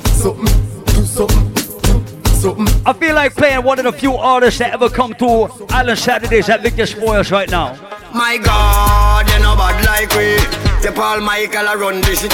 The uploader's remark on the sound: Live party audio from Island Saturdays on September 16th.